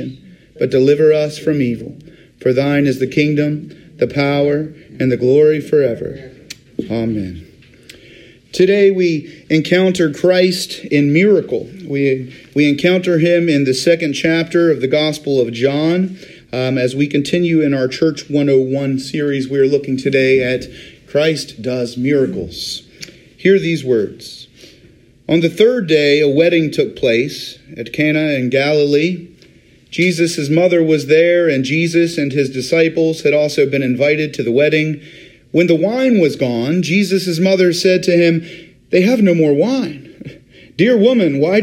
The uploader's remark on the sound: Today's recording is taken from Riverview UMC's Wednesday Communion Service